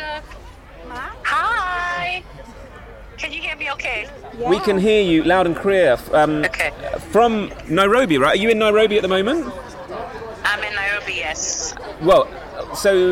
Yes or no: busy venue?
yes